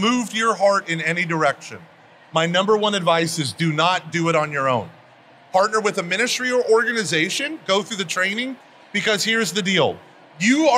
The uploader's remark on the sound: recorded at the SEEK24 conference